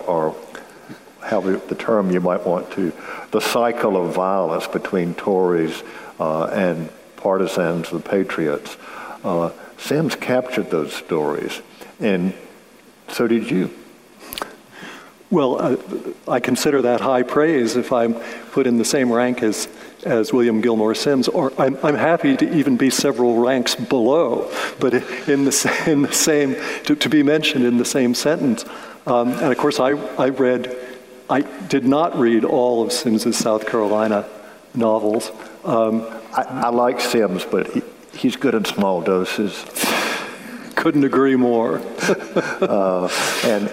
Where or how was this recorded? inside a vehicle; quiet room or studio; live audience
live audience